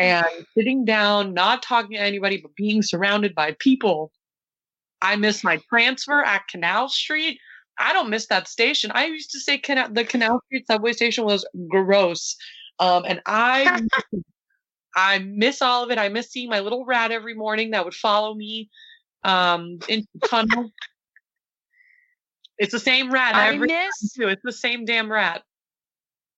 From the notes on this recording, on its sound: This recording is the first of many virtual recordings to come.